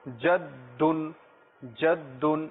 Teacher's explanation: দালের উপরে তাসদিদ রয়েছে, যেটাকে আমরা দুইবার উচ্চারণ করব